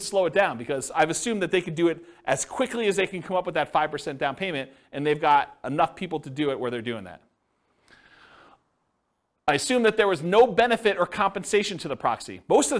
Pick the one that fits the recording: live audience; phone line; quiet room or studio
live audience